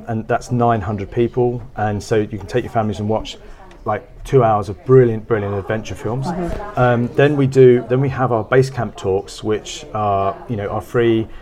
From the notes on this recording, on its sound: Kendal Mountain Book Festival. Live from the Kendal Mountain Festival.